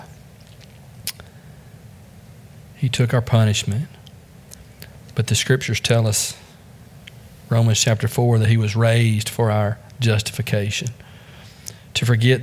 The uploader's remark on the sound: Join us from the pulpit of Beaver Baptist in Brighton, Tn.